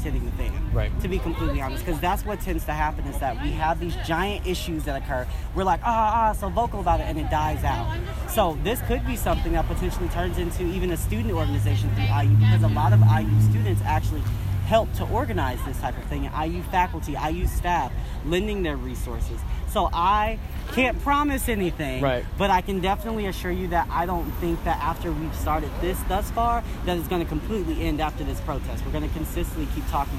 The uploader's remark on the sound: Today’s broadcast features interviews from activists, volunteers, business owners and natural sound from the protest. “Enough is Enough” protest at Dunn Meadow.